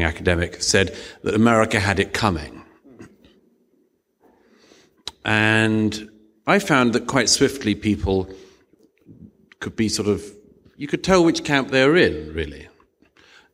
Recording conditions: live audience